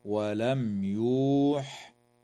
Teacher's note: وتظهر الميم الساكنة عند الياء في قوله تعالى ولم يوح